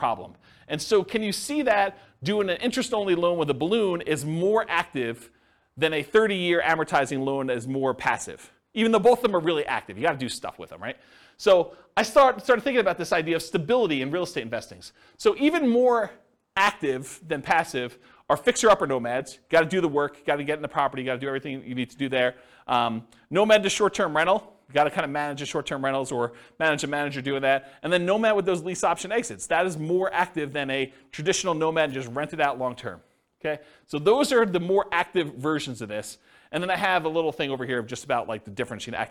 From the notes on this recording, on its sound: This was a live class recorded